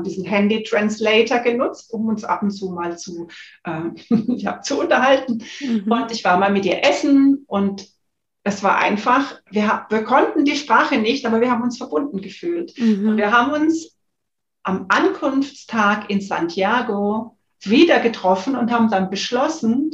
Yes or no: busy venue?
no